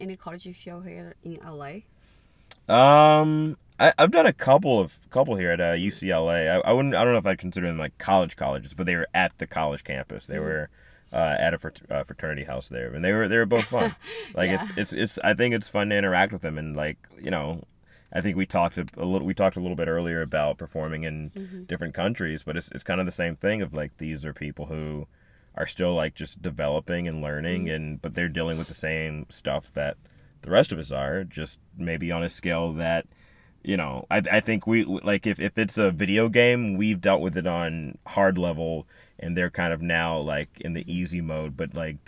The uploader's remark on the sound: In The Car